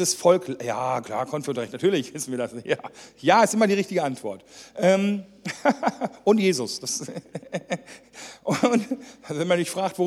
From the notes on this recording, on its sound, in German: die während einer Jugendmitarbeiterschulung aufgezeichnet wurde